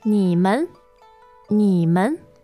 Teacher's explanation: so 你 is third tone, followed by neutral